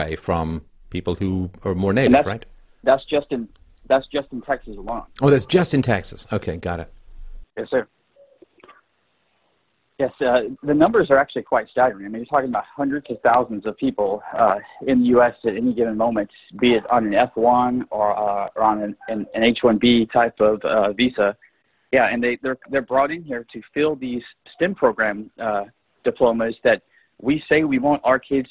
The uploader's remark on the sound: During a segment of the Freedomain Call In Show